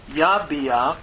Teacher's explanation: the pathak under the ayin, again, is the furtive pathak, so that we'd be sure and pronounce the ayin